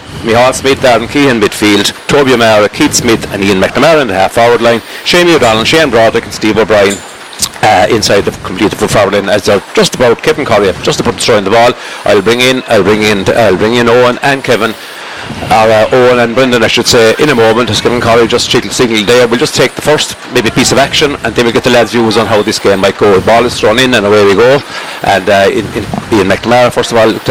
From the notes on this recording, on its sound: Outside broadcast